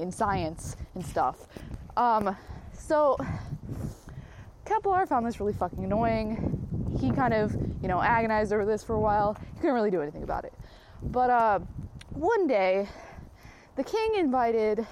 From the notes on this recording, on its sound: No edits, no regrets. Recorded while on a walk.